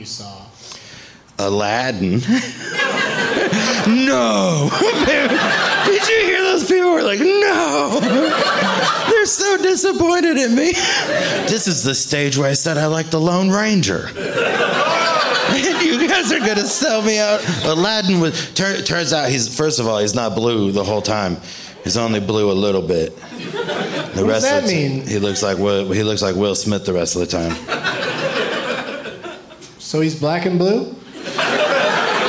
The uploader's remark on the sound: Live from Comedy on State in Madison